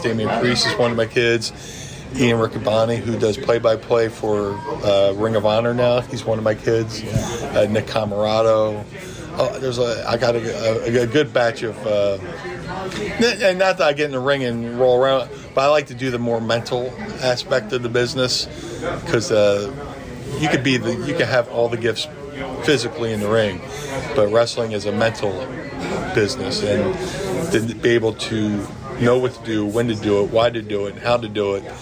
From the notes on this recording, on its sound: live on site at Starrcast in Chicago